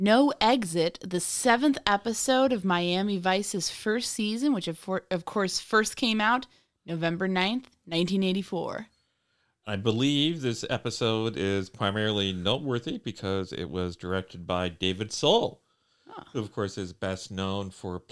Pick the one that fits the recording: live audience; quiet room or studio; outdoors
quiet room or studio